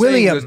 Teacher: you're blending the last two syllables and making them fast